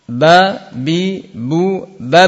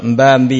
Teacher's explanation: Jangan ditambah M seperti orang Jawa · Shown in: first take